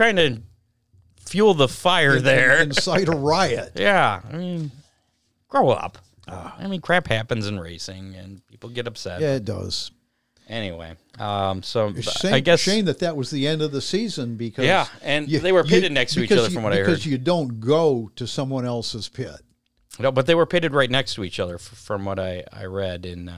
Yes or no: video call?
no